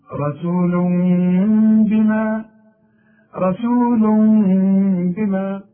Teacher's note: يبقى هنا إقلاب مع إخفاء مع الغنة، نفس الحكم بتاع النون من بعده، يبقى مش هضم شفايفي، هنقول رسول بما، رسول بما، وما تقول رسول ولا تقول رسول بما، لا خطأ ولا خطأ.